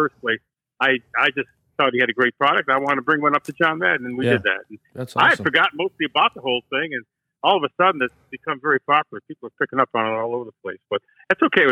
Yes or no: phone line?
yes